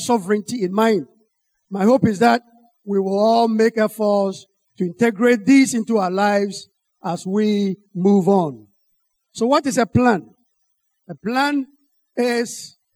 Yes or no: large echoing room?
yes